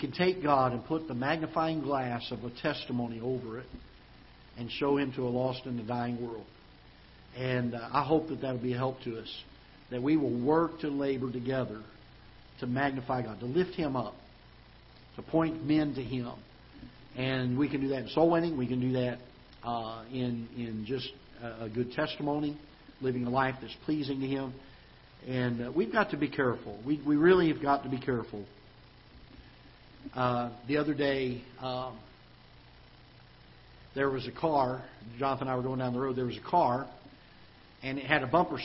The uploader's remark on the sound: Ketha Heights Baptist Church ~ Live Broadcast